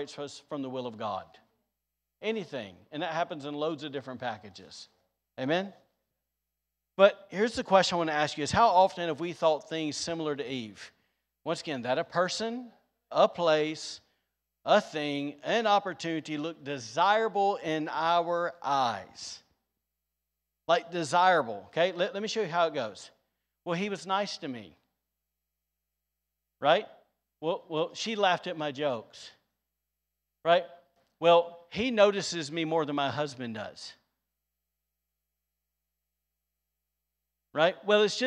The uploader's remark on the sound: Was recorded on Sunday, May 1st, 2022, during service at The Anchor Church in Rockport, Maine.